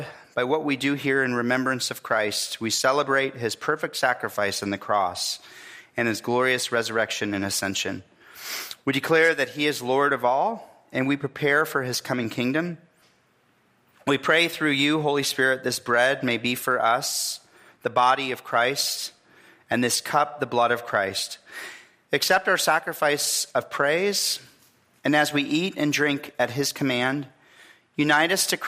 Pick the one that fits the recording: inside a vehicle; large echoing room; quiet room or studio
large echoing room